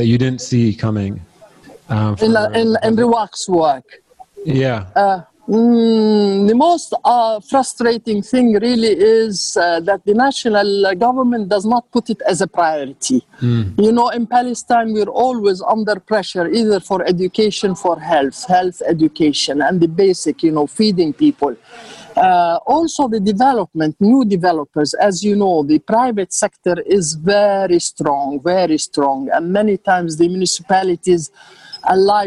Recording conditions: video call